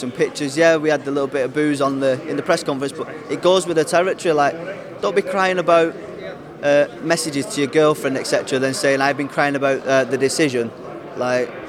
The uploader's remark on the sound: at his press conference